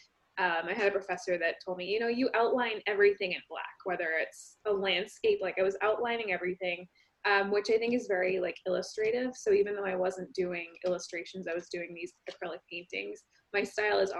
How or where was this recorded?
video call